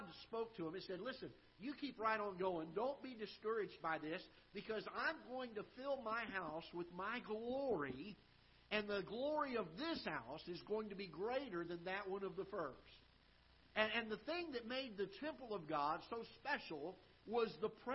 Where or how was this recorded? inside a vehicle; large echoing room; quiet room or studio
large echoing room